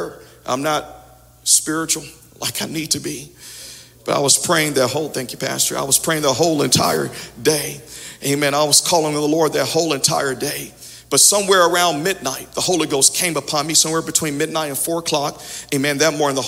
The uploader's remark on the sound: Audio from Sunday 11/28/21 Worship Service